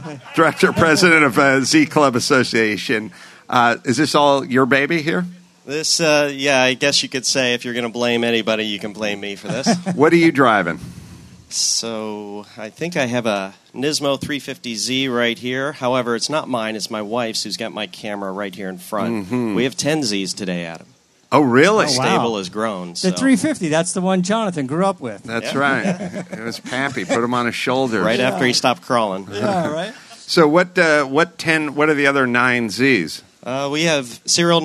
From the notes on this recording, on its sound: Live from ZCON in Nashville. Broadcast live from the 33rd Annual ZCON in Nashville.